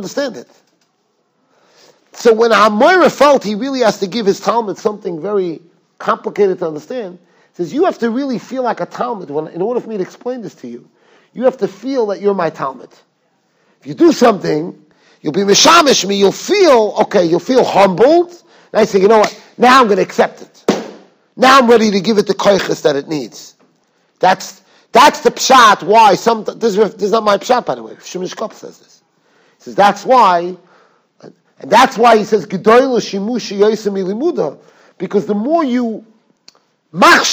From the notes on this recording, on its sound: Shiur recorded in Yeshivas Ohr Reuven, Monsey, NY.